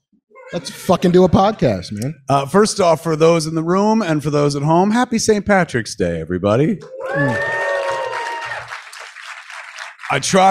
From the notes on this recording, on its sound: LIVE from NJ! A live Fat Man Beyond from the Smodcastle Cinemas in Atlantic Highlands, NJ.